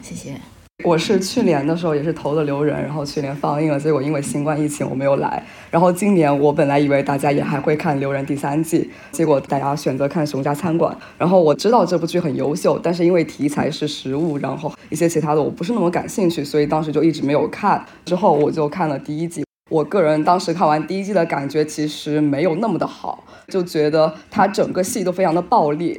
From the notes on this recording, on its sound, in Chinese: 我们第二次的线下录制活动。我们80多人 在上海一起刷了《熊家餐馆》2 ，一起碰杯、倒数、跨年，还有after party。